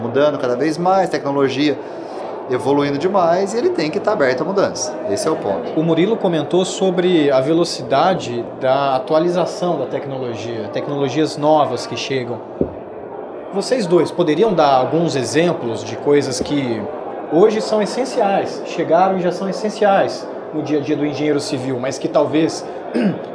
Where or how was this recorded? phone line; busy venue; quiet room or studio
busy venue